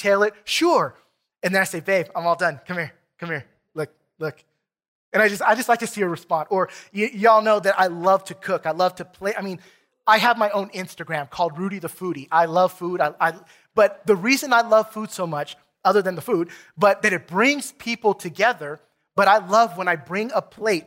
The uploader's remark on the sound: Recorded from South Gate Fellowship in Duncanville, TX on Sunday, September 5, 2021.